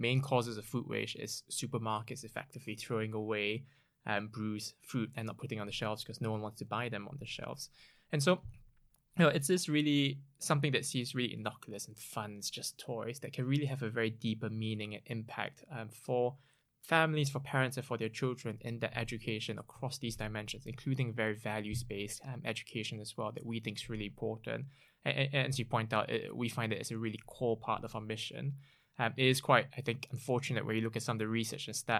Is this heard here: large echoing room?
no